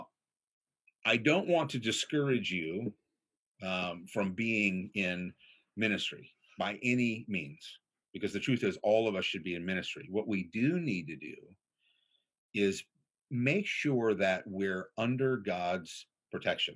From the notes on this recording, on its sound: This was originally streamed on Zoom.